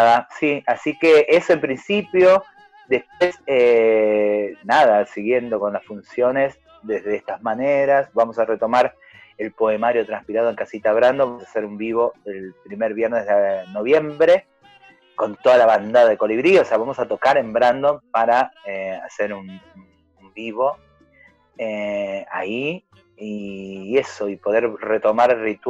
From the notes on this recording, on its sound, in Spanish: recibimos la visita vía Zoom